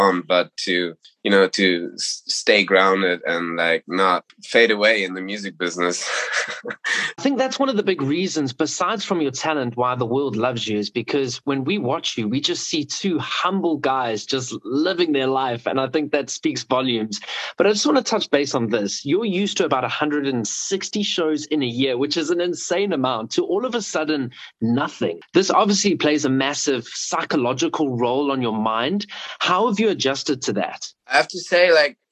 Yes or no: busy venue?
no